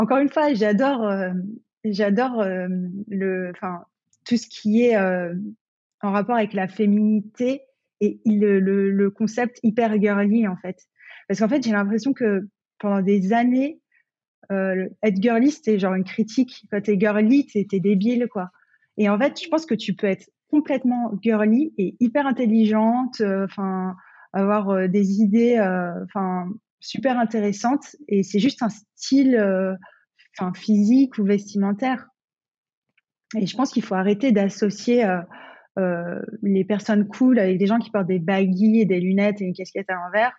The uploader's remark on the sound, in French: Donc j’ai fait de mon mieux pour corriger les petits problèmes de son. Je ne suis pas encore tout à fait à interviewer en visio.